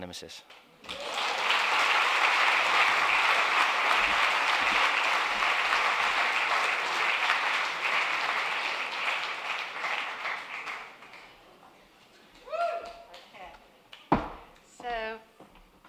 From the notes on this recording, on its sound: Recorded at 5x15 in November 2017. There are only two rules - no scripts and only 15 minutes each.